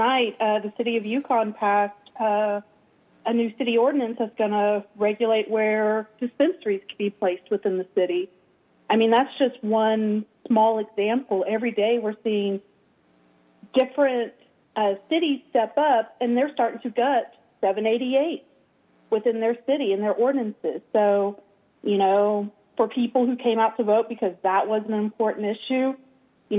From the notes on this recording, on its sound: joins us by phone.